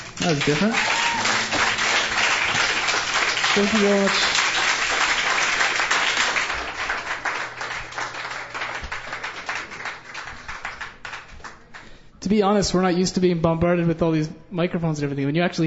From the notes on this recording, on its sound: Alley Kat Songwriter's Stage. An absolutely incredible display of talent with an amazingly appreciative and supportive audience.